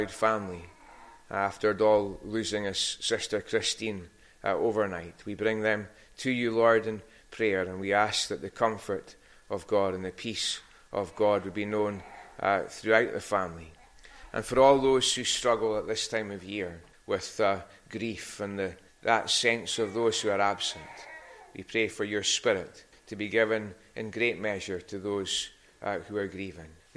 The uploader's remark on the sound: recorded at North Harris Free Church on the morning of Sunday 18th December 2022